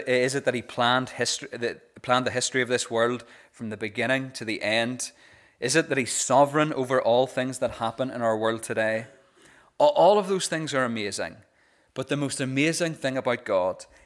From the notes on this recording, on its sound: This is the recording of the Bible reading and talk from our Vibe service